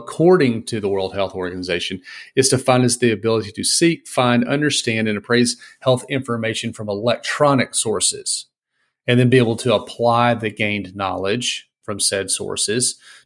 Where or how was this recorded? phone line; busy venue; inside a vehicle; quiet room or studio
quiet room or studio